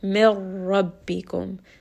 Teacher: There is going to be no sound of nun. Instead, you are just going to merge this together.